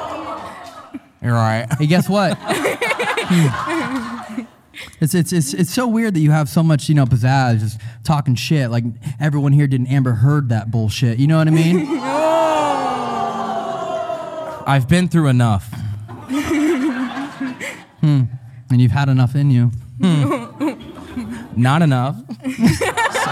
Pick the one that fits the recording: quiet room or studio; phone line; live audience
live audience